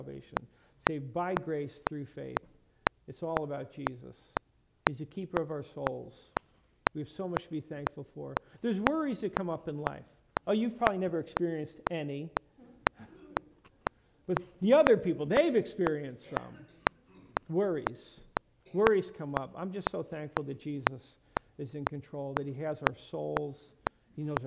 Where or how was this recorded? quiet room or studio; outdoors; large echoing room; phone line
large echoing room